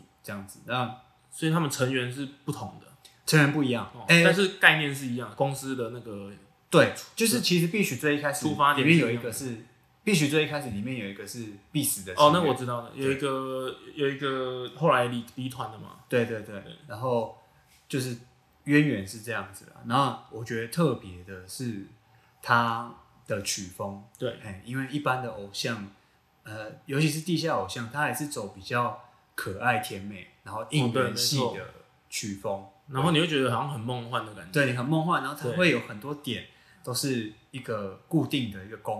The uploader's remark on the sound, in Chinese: 這兩次錄音不知道為什麼回音很重，已經盡1000%力量調整了，下次會再改進。